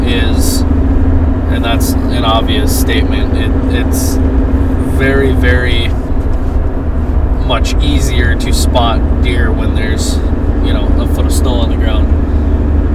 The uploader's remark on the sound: In the truck on the adventure across North Dakota.